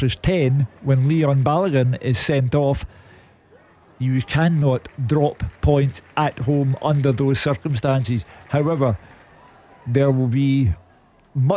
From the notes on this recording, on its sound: In the studio. Report live form Celtic Park as Celtic take on Rangers.